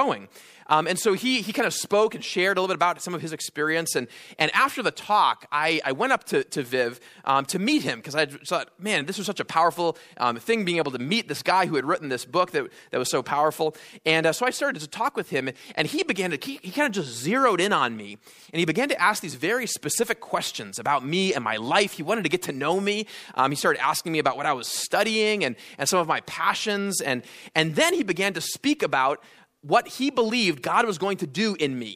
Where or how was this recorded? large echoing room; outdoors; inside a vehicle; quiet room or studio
large echoing room